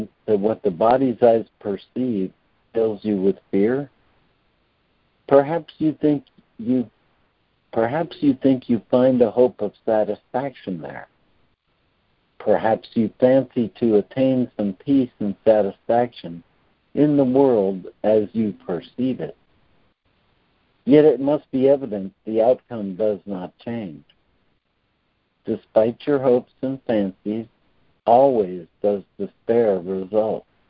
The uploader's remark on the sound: ACIM Daily Conference Call.